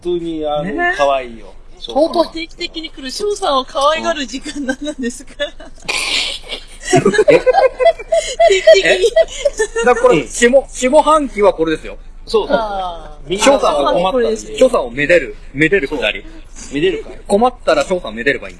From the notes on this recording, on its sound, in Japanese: 諸都合で外での収録だったため、車の通る音なども聞こえますがご容赦ください。